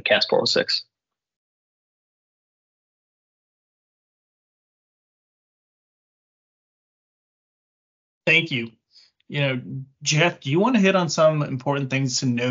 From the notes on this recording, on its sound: Webinar Recording.